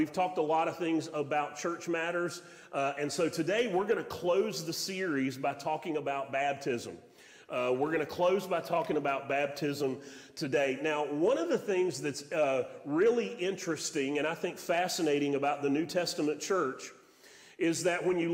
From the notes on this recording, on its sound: Sermon audio from Mission Church in Locust, NC.